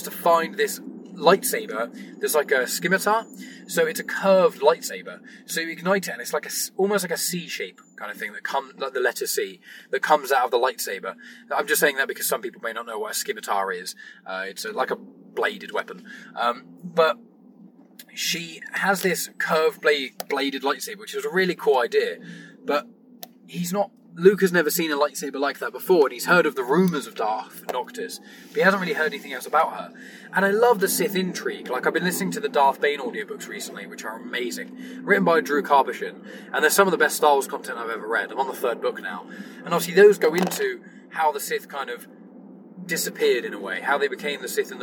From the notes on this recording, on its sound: recorded this in his car, so the audio quality isn't as good as it usually is